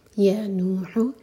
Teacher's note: نو پر زور دے کر پڑھیں گے اور ہا حلق سے